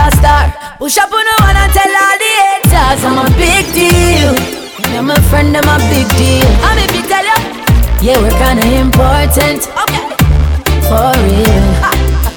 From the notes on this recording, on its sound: LIVE INSIDE REIGH ULTRA BAR NC. LIVE FROM JAMAICA INSIDE REIGH ULTRA BAR NC.